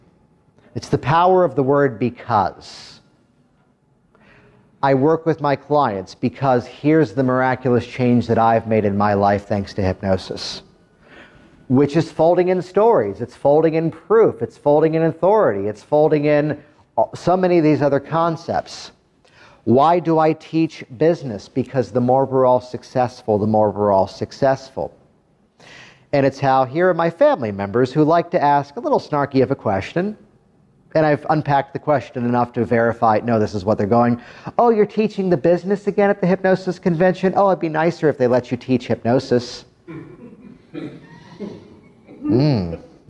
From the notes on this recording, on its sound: A live recording from a training seminar where I helped other hypnosis practitioners.